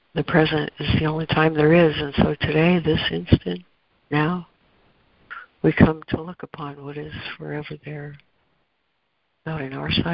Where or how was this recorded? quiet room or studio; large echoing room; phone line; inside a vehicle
phone line